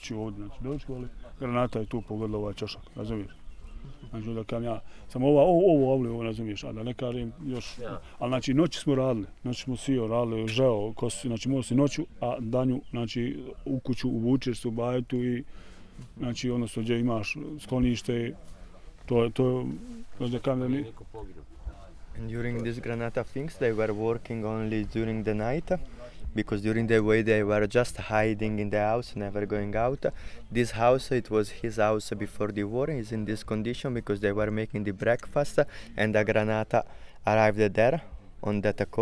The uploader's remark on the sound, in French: a été enregistré lors de la Marche pour la Paix, en Juillet 2015, dans la montagne de Kamensko au dessus de Srebrenica, devant sa maison.